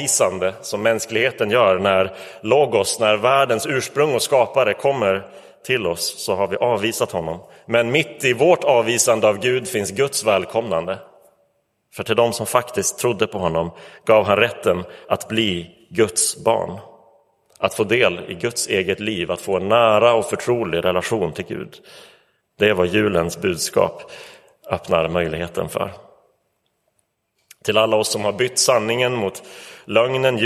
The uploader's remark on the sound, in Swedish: Inspelad i Roseniuskyrkan den 25 december 2023.